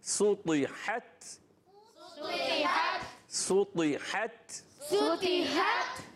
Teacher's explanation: سُطِحَتْ یہاں پر بھی تو کے نیچے زیر ہے مگر تو یہ ایکسٹرا موٹے حروف میں سے، دوت بھی ہے، تو بھی ہے، ضا بھی ہے اور صوت بھی ہے، تو یہ موٹے رکھنے، ٹھیک ہے. اور ہا کی ادائیگی حلق کے درمیان والے حصے سے، اور تا شدیدہ مہموسا حرف ہے، آواز آئے گی سُطِحَتْ سُطِحَتْ سُطِحَتْ سُطِحَتْ.